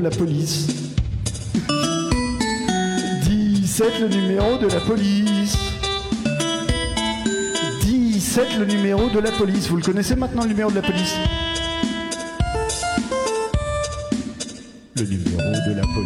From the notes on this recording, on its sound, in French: Captation du concert. Au théâtre des 2 Rives, à Rouen, pendant l'occupation par le collectif Cultures en Lutte. Les instrus sont des midis joués par le téléphone.